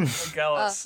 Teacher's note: The emphasis is on the second syllable.